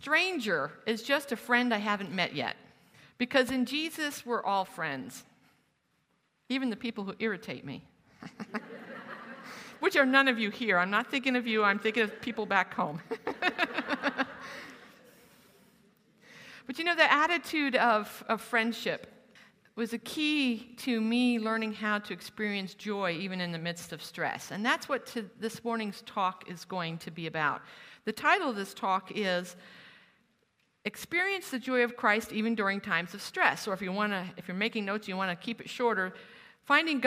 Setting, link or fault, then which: setting, live audience